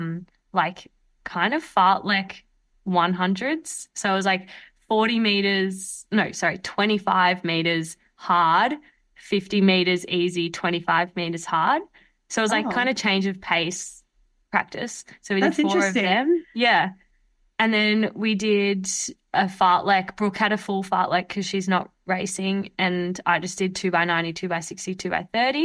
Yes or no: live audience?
no